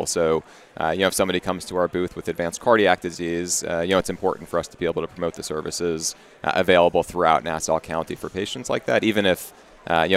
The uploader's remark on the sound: Live with Achiezer at The Jewish Healthcare Conference & Expo.